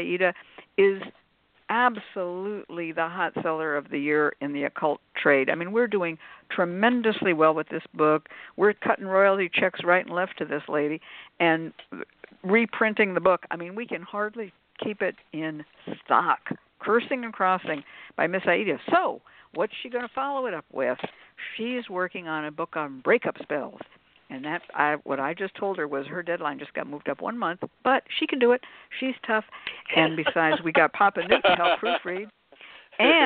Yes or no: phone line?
yes